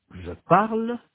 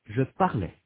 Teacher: Pour les personnes du singulier et la troisième personne du pluriel, nous avons le son « e » au présent et le son « est » à l'imparfait